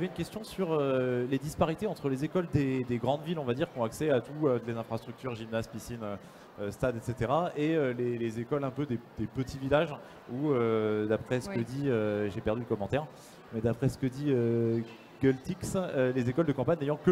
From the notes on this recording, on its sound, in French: Accropolis était en direct du Salon européen de l'Education - Salon de l'orientation 2017.